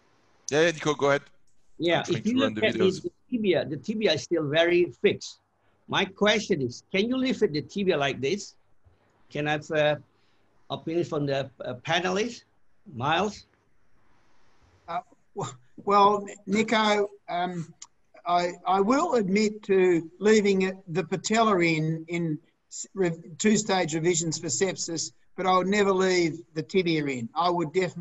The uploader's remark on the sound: This replay from our 2020 ISAKOS Webinars features case based discussions with an expert panel.